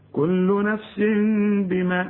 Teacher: شل كسرة ورسم لي بدلها ميم، بيقول لي هنا تنوين نفس، وبعد التنوين باء يحصل إقلاب للتنوين، نقلبه لمين ونخفيه ونغنه